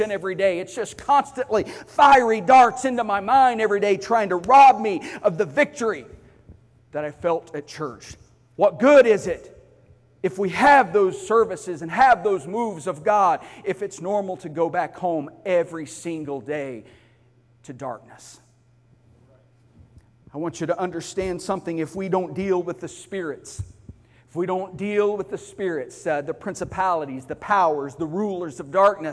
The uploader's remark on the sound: Sunday morning service